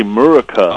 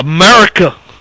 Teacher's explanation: You don't even have to enunciate the A. · Shown in: first take · You just have to say Murica.